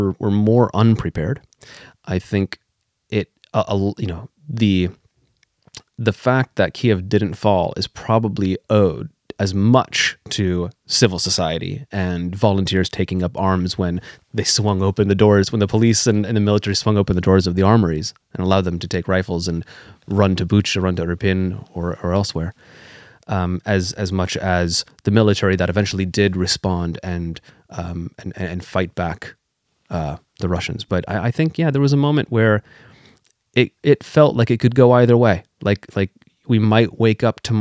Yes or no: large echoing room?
no